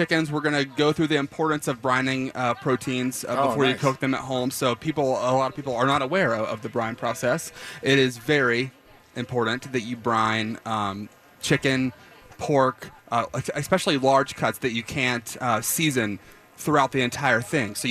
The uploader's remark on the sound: We were live Saturday night from Grind Kitchen and Watering Hole during the Cherry Creek Arts Festival.